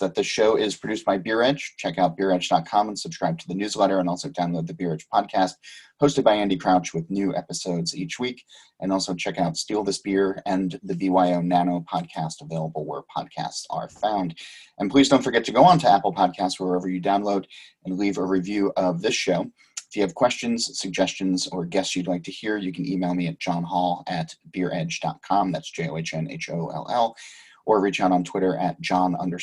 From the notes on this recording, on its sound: Joined the show via Zoom. From London.